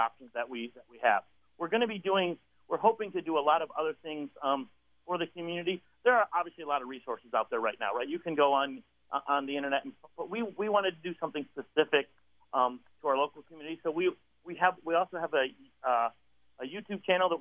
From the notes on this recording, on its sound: interview